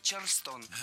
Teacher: Ударение в этом слове должно падать на второй слог.